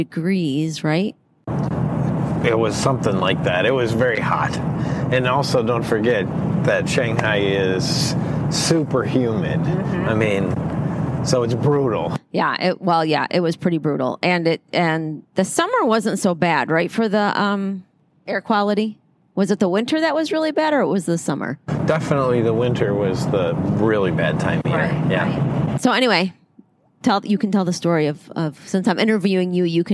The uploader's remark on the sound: We did the interview while on a long car ride. He had a lapel mic on which picked up some of the road noise.